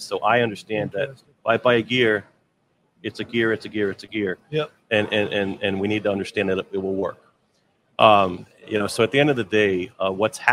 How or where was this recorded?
busy venue